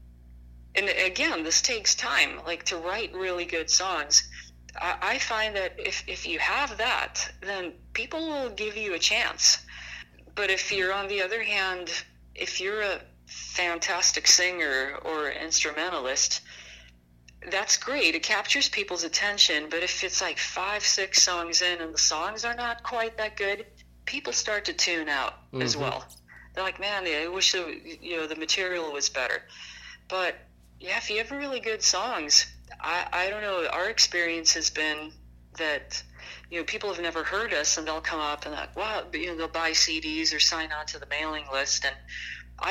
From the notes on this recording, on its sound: burnt the phone lines to interview